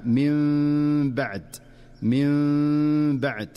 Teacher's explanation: أما الحكم الثالث فهو الإقلاب، ويكون إذا جاءت النون الساكنة أو التنوين قبل حرف الباء فتقلب النون في النطق ميما مخفاة مع الغنة. ومن أشهر أمثلته في قوله تعالى من بعد، وهنا ينبغي الحذر من إظهار النون كاملة أو نطق ميم ظاهرة كاملة، بل هو أداء دقيق يتلقى بالسماع والمشافهة.